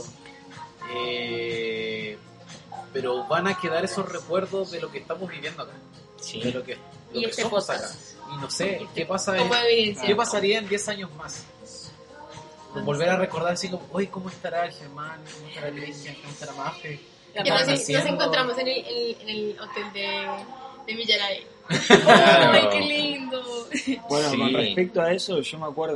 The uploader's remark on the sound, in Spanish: Este primer capítulo fue grabado en el lobby del Choice, un Backpacker en el centro de Auckland.